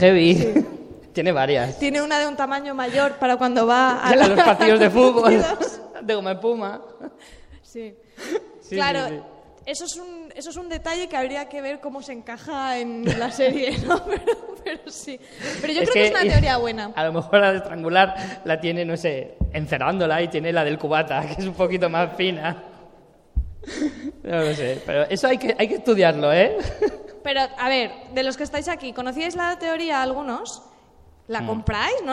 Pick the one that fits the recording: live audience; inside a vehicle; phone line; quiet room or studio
live audience